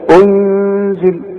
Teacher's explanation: بما انزل، الالف اللي عليها الهمزة ديت مضمومة، هقول او هضمها، لكن هرجع شفايفي على طول علشان الزين ده مرققة، فما مد الشفايفي يقول انزل، لا انزل، اديني الضمة بتاعت الهمزة ده ورجع شفايفك علشان الغنة دي مرققة. الغنة النون اللي هي بتاعت انزل دي بدون تشكيل، وبعدها زين.